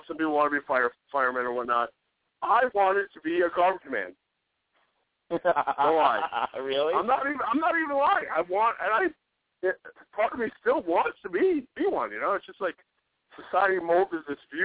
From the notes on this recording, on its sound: It's a Friday night call-in show on Valentine's Day!